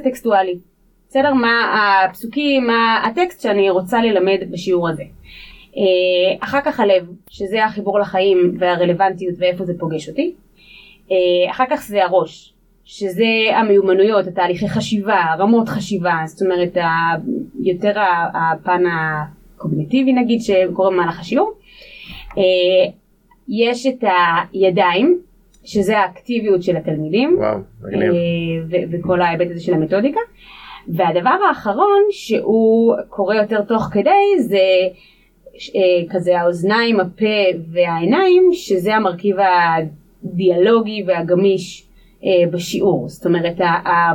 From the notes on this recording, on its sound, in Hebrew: התנצלות קטנה - בשל תקלה טכנית איכות הסאונד בפרק הרבה פחות טובה מהרגיל. זו תקלה חד פעמית.